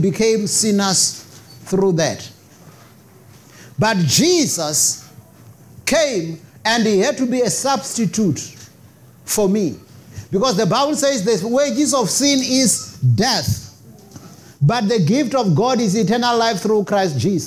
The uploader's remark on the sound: preached at Jesus the Saviour Church, 185 Bobs Way, Eersterivier, Cape Town on 14 May 2023